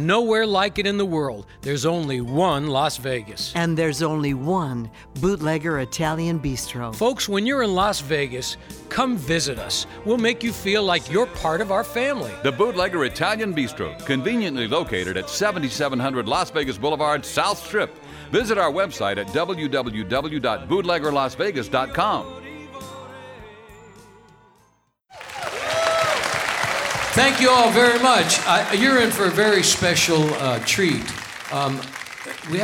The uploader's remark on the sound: Live at the South Point Casino